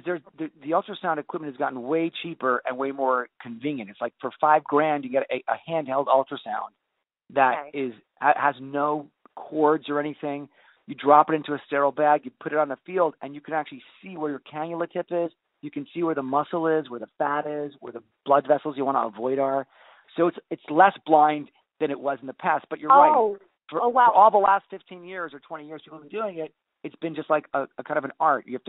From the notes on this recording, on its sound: I had the opportunity to do a phone interview.